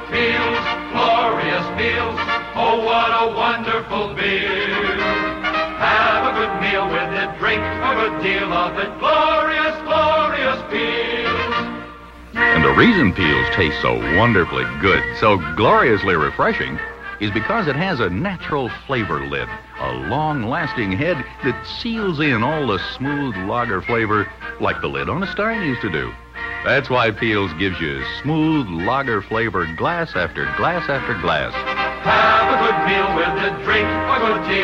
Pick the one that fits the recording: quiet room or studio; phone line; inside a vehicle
phone line